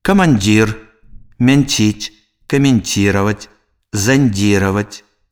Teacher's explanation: Пярэдняя частка языка злёгку прыціскаецца да верхніх пярэдніх зубоў і адштурхоўваецца ад іх. Санорны зычны «н» перад мяккімі афрыкатамі «дь», «ть» вымаўляецца мякка.